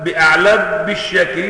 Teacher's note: الميم تسكن عند الباء إذا تحرك ما قبلها فتخفى بغنة · Term: الإخفاء